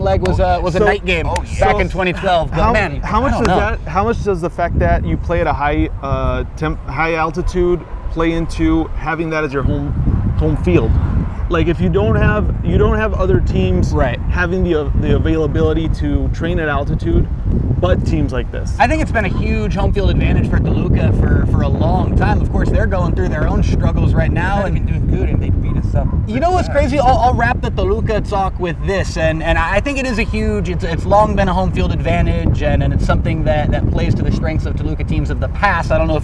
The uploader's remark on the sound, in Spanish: nos fuimos al Estadio Caliente a platicar